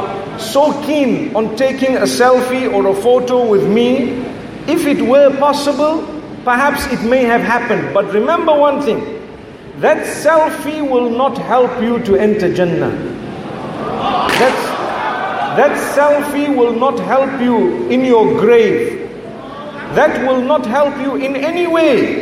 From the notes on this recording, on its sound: Shortened his 1hr talk to 15 min and changed the topic due to the overwhelming excitement of the crowd and the tremendous heat at a packed International Conference Centre in Accra Ghana.